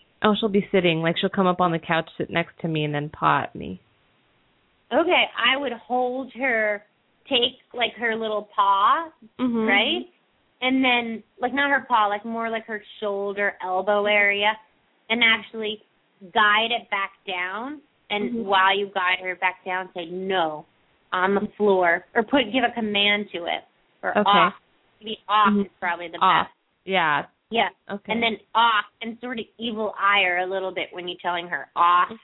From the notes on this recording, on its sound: open up the lines for listeners to call